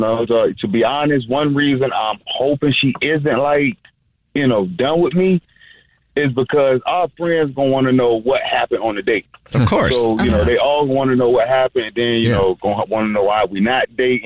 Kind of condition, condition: link, phone line